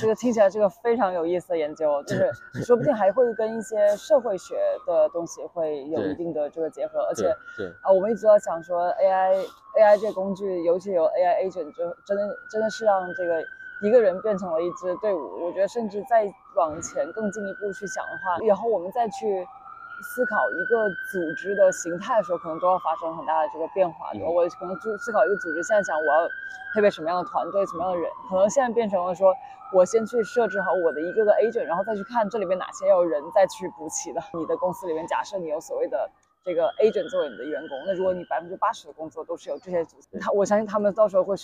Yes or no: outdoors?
yes